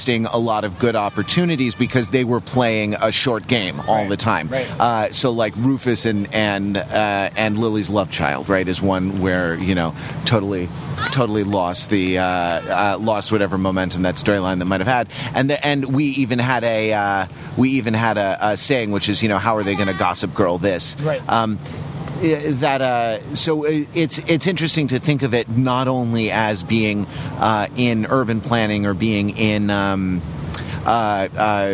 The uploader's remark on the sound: take a walking tour of New York